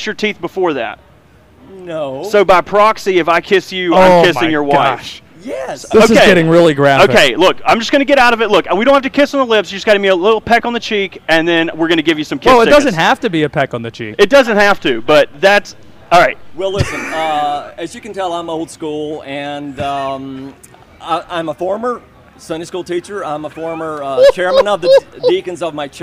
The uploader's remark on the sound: Live at KickBack Jacks